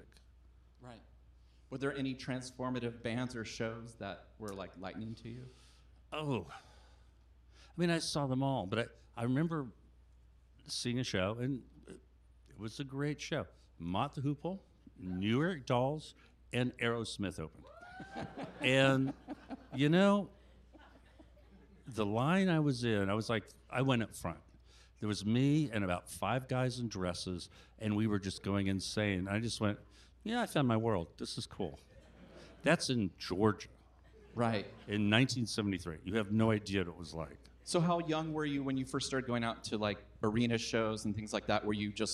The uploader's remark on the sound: This week’s episode was recorded in front of live audience on Dec. At Cinema 21 in Portland, Oregon.